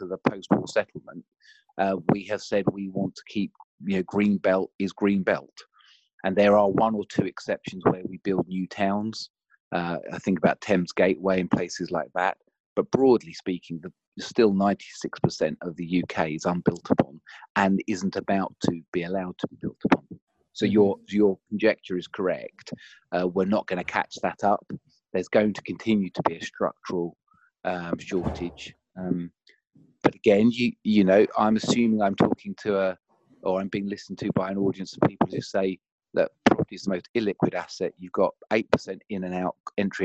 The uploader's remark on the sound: Apologies for the sound quality on this episode, we had a few connection issues which couldn't be fixed